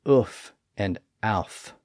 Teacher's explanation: letting the bottom lip touch the top teeth, and that produced an F sound